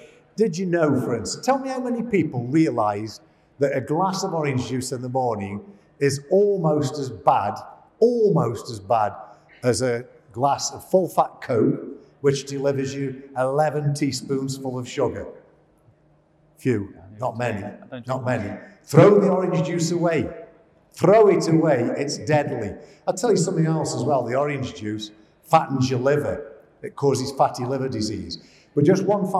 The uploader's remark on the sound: LIVE on stage at Ideas Fest 2022.